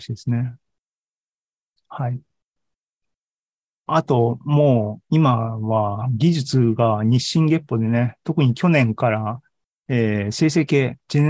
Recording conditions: video call